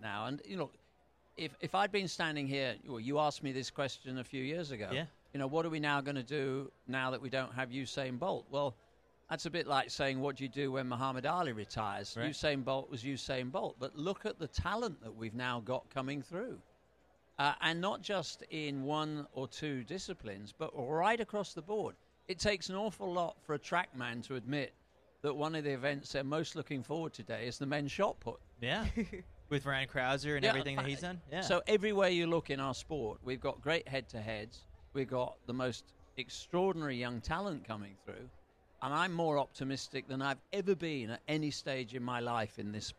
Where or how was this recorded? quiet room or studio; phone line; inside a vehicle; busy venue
busy venue